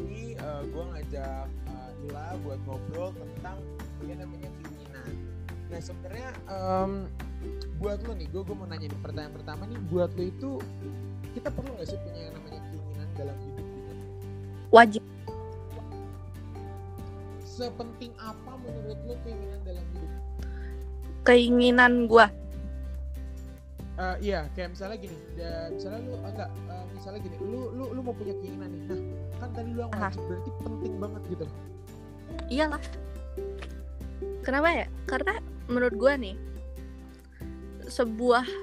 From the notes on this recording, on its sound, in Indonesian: Maaf apabila suara gw yang sangat kecil karna kerusakan pada mic yang baru gw sadari.